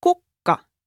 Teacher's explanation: You can hear that the stress is always on the first syllable. Just the length of the consonant changes.